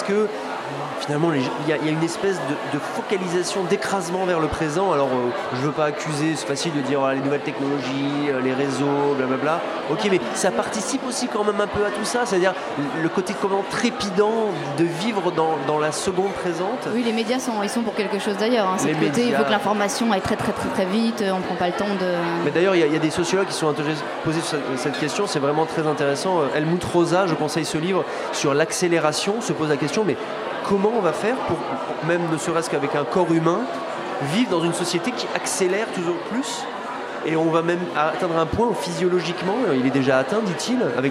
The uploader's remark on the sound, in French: Cette émission a été enregistrée en public à la REcyclerie dans le cadre des initiatives de Radio Campus France pour la COP21.